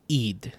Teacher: that ya is pronounced as an e in Iran